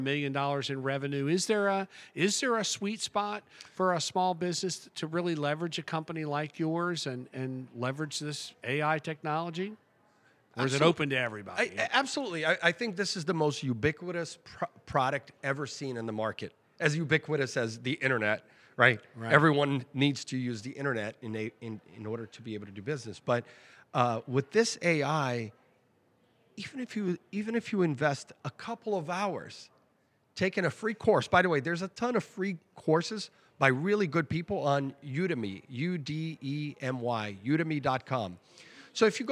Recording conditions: busy venue